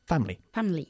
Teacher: Nos comemos casi la I latina del medio.